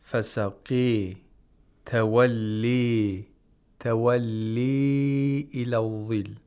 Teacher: in imala, it's halfway between an aliful mad and ya'ul mad